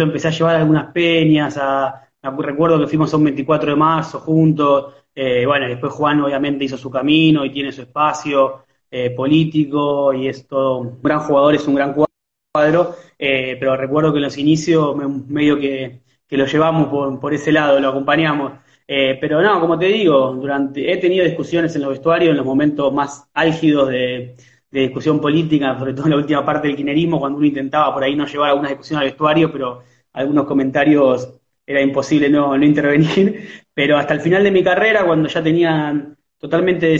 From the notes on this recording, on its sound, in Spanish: una entrevista desde Instagram Live